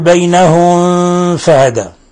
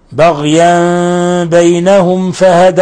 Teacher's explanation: لا يجوز أن نضغط على الميم الساكنة عند الفاء · Shown in: second take · أو عند أي حرف من حروف الإظهار الشفوي، لأن ذلك يعتبر لحنا ويعتبر يعني مخالف لما اتفق عليه القراء.